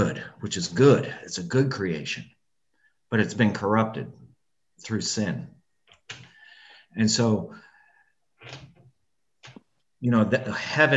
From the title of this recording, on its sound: Zoom Recording